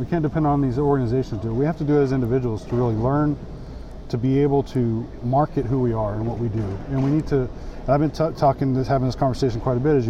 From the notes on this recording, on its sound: live on the floor of the IAEM Conference and EMEX 2022 in Savannah Georgia